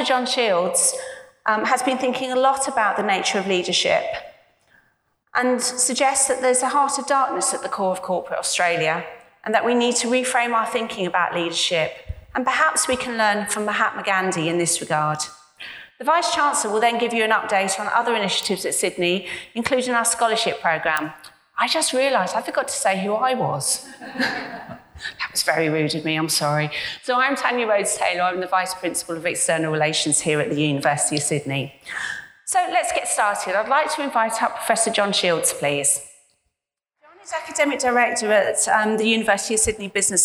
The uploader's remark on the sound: This event was recorded on Friday 22 November, 2019 in New Delhi.